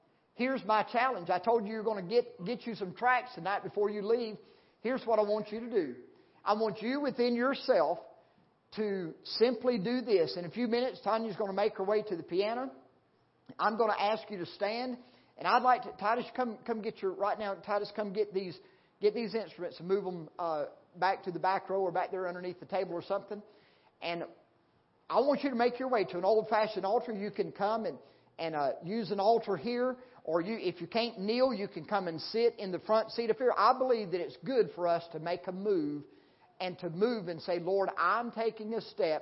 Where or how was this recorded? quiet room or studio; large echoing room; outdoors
large echoing room